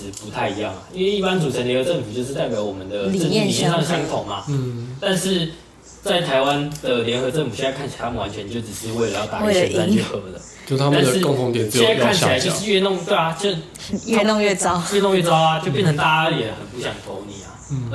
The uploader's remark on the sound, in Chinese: 這集是用來測試的集數，音質非常差。